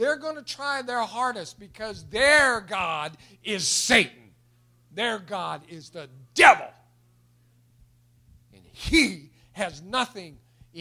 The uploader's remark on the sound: It was recorded March 21, 2021 at Open Bible Church in Lawrenceburg, KY.